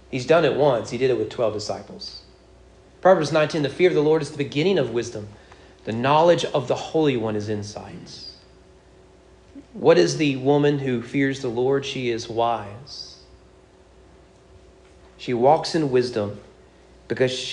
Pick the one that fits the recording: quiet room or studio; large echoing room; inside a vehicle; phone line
large echoing room